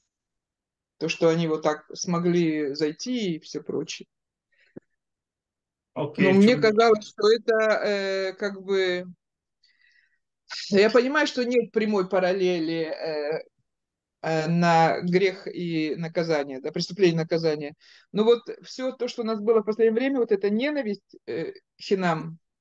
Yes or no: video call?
yes